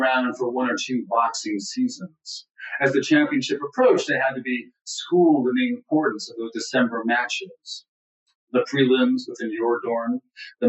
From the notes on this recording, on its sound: It was, in fact, our very first virtual event of the pandemic